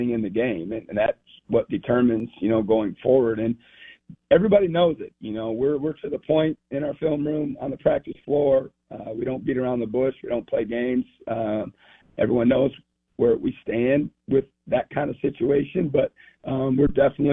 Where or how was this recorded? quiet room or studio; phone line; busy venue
phone line